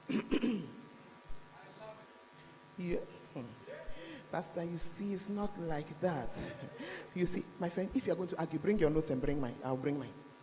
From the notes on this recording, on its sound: Preached at The Art Of Evangelism Conference